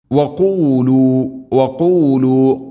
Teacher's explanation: ഖാഫ് തൊണ്ടയുടെ മുകൾ ഭാഗവും കഴിഞ്ഞ് ചെറുനാക്ക് മഖ്റജ്